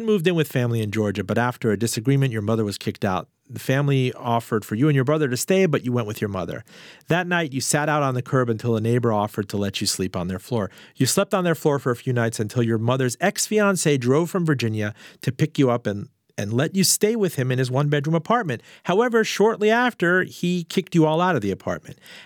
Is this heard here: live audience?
no